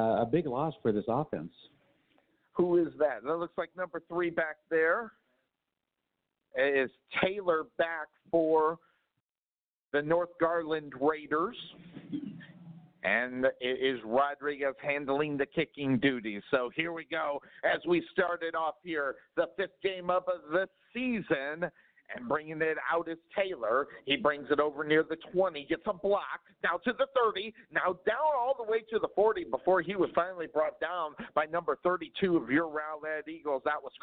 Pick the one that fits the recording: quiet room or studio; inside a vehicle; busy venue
busy venue